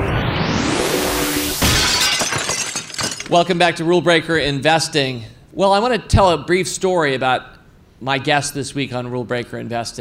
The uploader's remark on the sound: In front of a live audience here at Fool HQ.